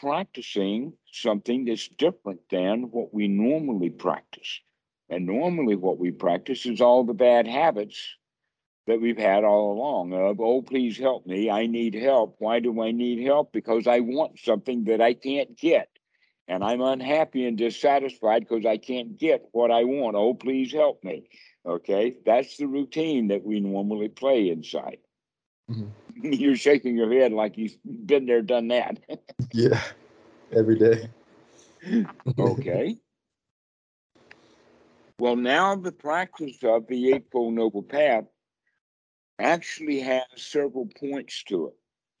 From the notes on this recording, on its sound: skype calls